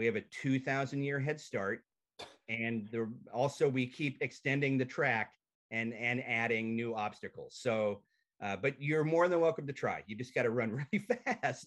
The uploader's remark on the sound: I sit down and zoom it out